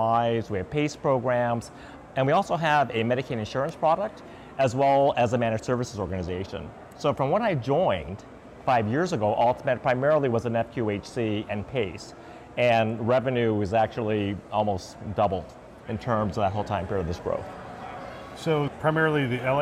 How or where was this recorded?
busy venue